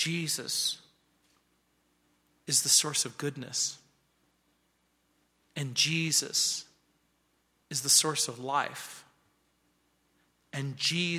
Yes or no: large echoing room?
yes